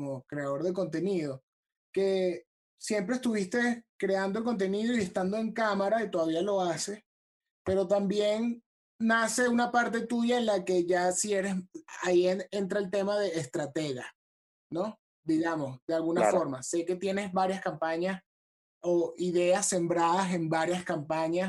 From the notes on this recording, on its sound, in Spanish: El Music Deal se conecta vía zoom